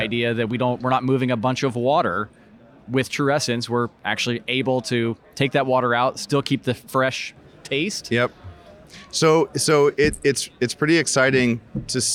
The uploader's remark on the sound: Joins us from the Rally Innovation Conference.